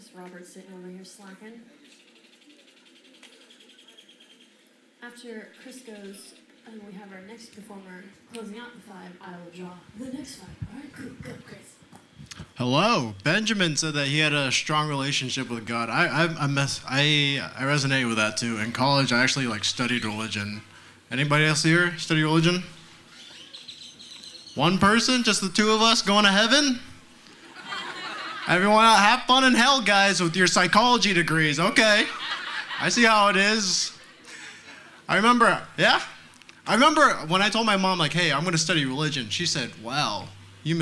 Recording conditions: busy venue